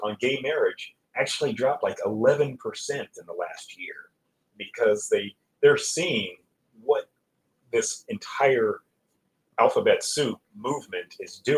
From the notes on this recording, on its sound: We apologize for any audio quality issues.